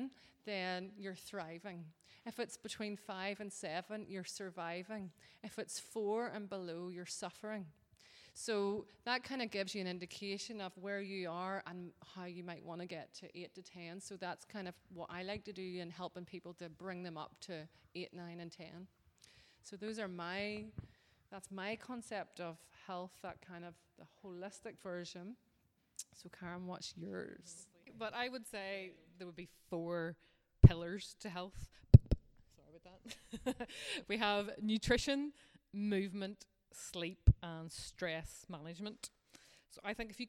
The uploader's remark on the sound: Live Show. A live audience.